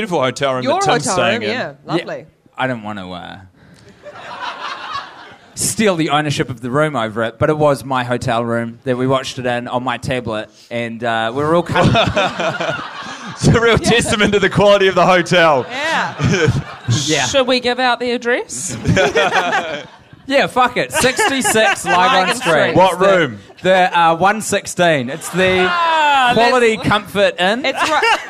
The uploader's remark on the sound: a one-off Little Empire extravaganza taped live in Melbourne, Australia